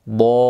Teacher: Mana tashdidga o'tayotganimizda bir muddat ovozimiz ko'tarilishi bor. Dollin. Agar shu nabr bo'lmasa, lomning tashdidi bilinmay qoladi.